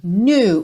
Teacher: I realized quickly when I knew. Knew, o K é mudo e tem um biquinho que é quase francês